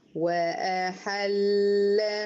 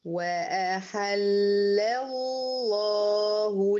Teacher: وأحل، لام دي توسط بس مرققة، أدخل منها على لام الله المفخمة وبرضو فيها توسط اللام الأولى بتاعتها.